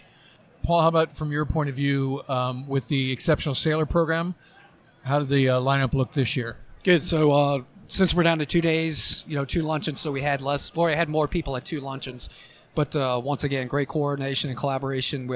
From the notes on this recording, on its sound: Review the action live from #WEST2020 in San Diego.